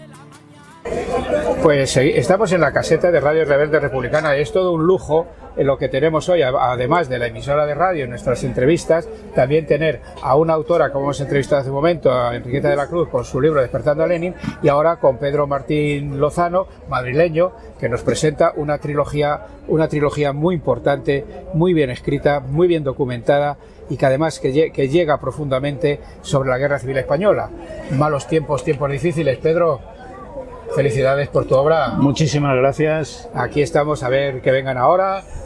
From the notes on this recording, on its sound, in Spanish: las entrevistas que realizamos en directo en la fiesta, celebrada en Rivas Vaciamadrid